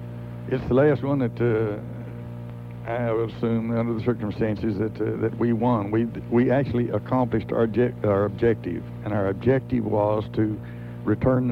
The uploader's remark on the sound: Austin Radio station KVET. In a call-in show about their experiences.